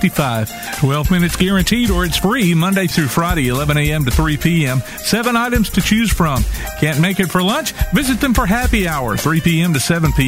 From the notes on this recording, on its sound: Live at the Elkmont Car Show